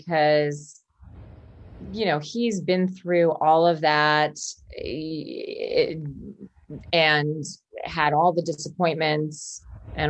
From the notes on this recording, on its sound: Zoom it up even though live a few houses away from each other